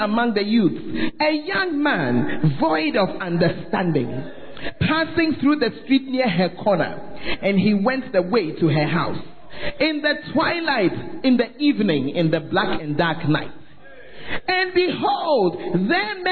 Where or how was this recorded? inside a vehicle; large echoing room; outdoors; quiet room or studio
large echoing room